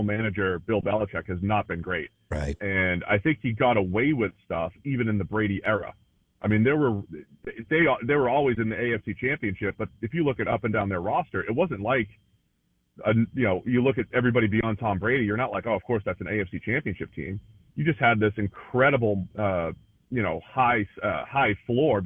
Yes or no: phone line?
yes